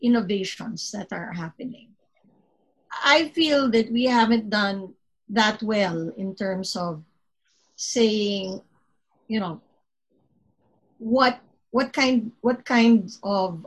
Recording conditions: video call